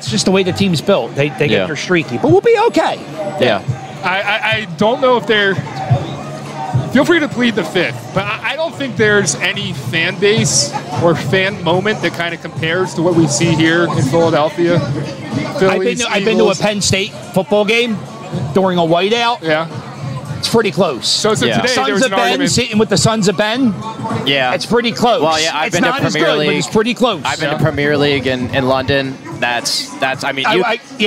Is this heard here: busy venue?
yes